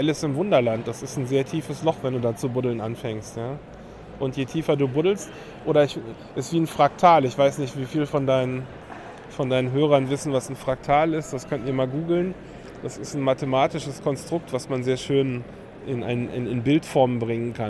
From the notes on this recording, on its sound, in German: Chaos Communication Congress (35c3) in Leipzig aufgenommen.